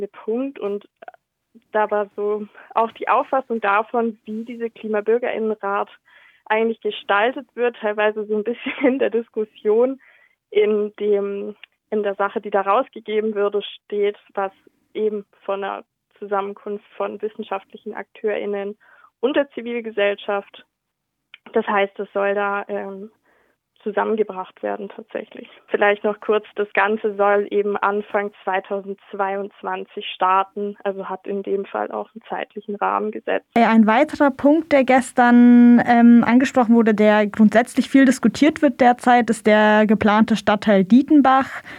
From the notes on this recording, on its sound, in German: berichtet in einem Telefoninterview